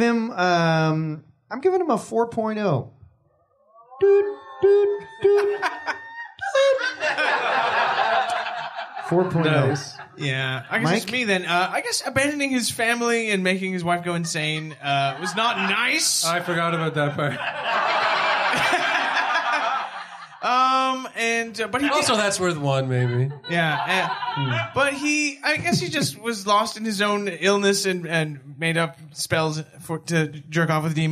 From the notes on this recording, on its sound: Evil Men Live: A Halloween Frightmare! In front of a sold out crowd at Comedy Bar in Toronto. NOTE: There is a bit of a microphone buzzing noise for the first 15 minutes or so of the episode.